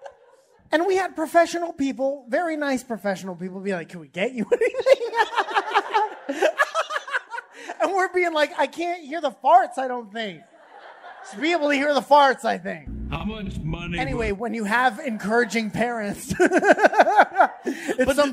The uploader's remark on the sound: LIVE! From The Crystal Ballroom in Boston! To perform LIVE in Boston Massachusetts, at the Crystal Ballroom!